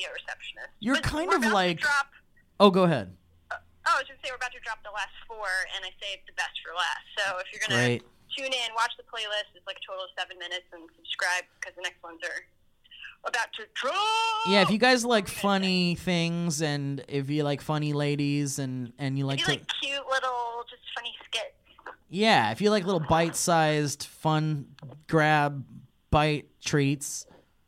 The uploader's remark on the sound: This episode features 3 special SURPRISE guests via phone call!